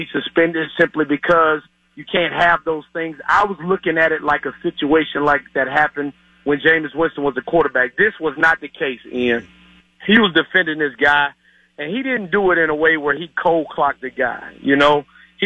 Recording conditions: phone line